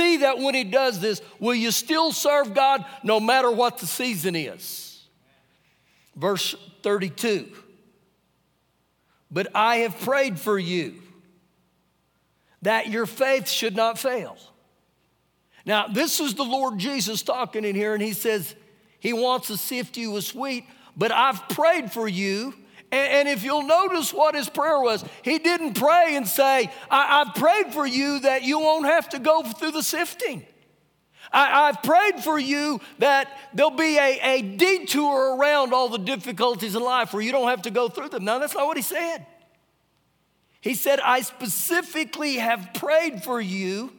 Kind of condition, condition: setting, large echoing room